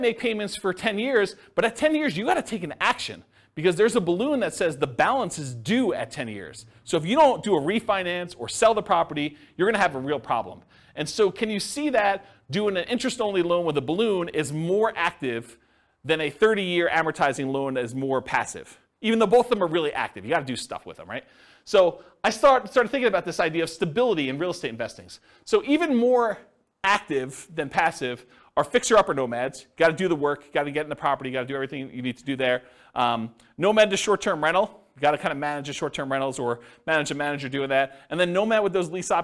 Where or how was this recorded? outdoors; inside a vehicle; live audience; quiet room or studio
live audience